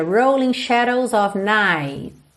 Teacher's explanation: quando eu falo night no singular numa frase como essa, tipicamente eu teria rolling shadows of night. Ou seja, você nem ouviria o T. É muito comum que esse T nem apareça.